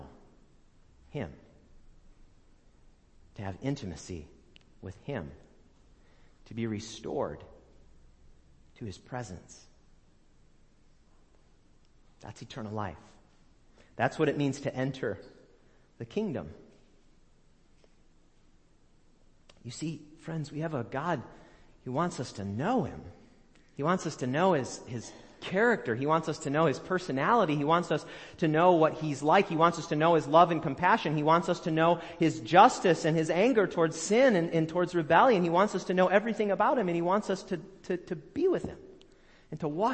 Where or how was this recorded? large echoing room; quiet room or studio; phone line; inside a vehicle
large echoing room